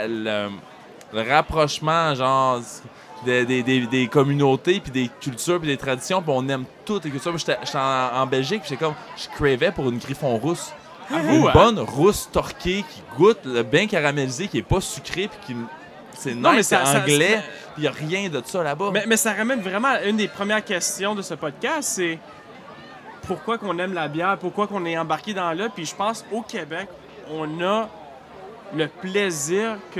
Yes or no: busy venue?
yes